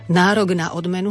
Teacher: Nárok na odmenu sa nám to K zmení na G.